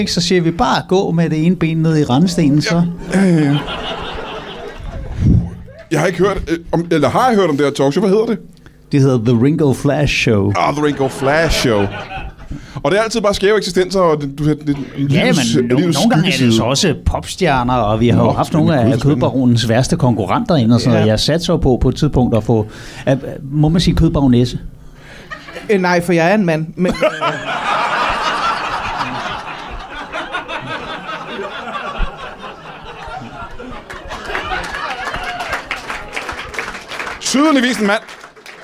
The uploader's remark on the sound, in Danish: LIVE fra 27b i Kolding. Optaget live på alletiders 27b i Kolding foran et levende publikum.